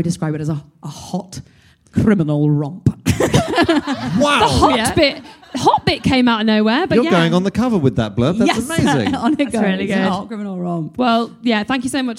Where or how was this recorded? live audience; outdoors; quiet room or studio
live audience